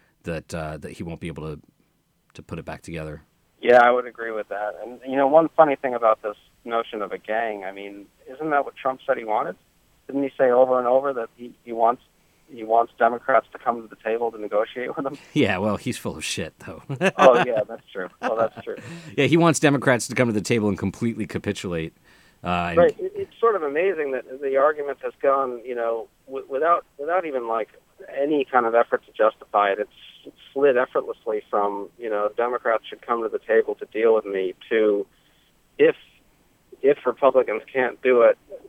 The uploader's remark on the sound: joined us by phone